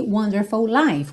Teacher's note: Olha que interessante, aqui a gente tem uma sequência de palavras que uma termina com a mesma letra que a próxima começa. Você só faz uma letra